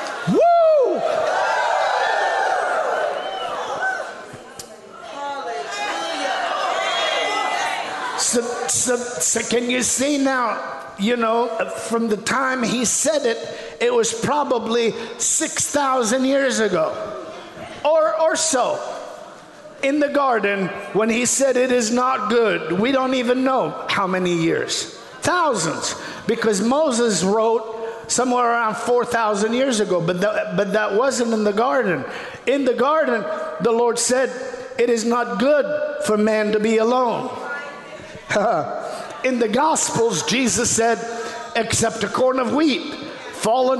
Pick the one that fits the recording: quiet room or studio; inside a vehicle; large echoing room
large echoing room